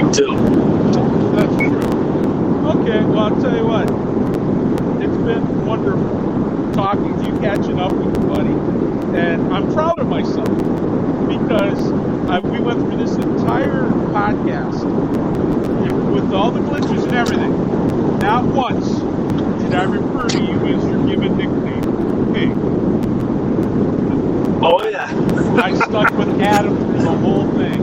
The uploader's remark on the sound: Audio is a little noisy as we had to do this episode "on the road"